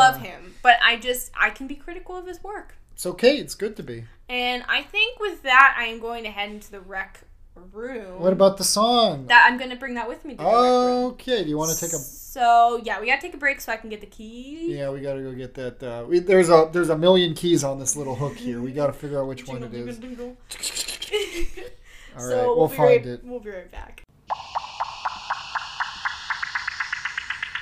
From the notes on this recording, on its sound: We had a new mic set up, so apologies for any audio inconsistencies!